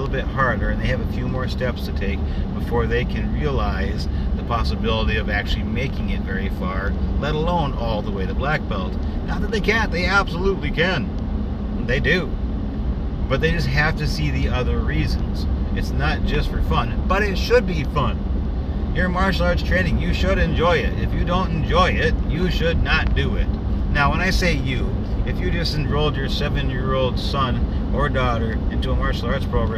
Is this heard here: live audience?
no